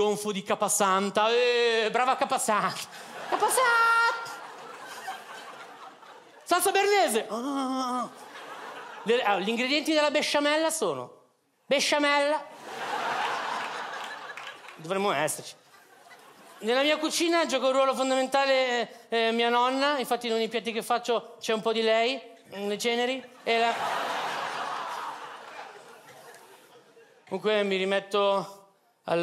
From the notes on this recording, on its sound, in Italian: Registrato al Teatro Manzoni di Milano